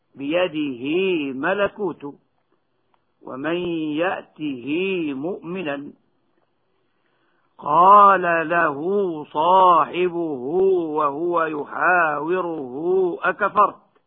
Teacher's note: الحالة الثانية أن يكون المد ثابتا وصلا معزوفا وقفا، مثل هاء الضمير وصلا، هكذا بيده ملكوت ومن يأته مؤمنا، قال له صاحبه وهو يحاوره أكفرت. فالهاء ممدودة مدا طبيعيا في هذه الأمثلة وصلا · Term: المد الطبيعي